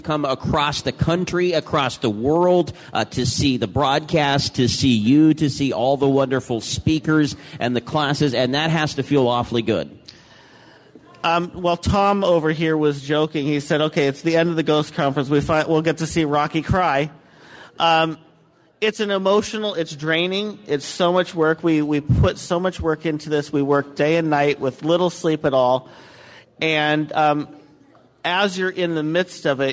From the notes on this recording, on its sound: LIVE! From the Oregon Ghost Conference in Seaside, Oregon.